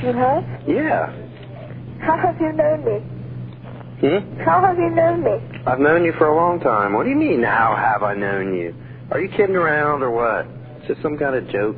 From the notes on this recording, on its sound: Prank Phone Calls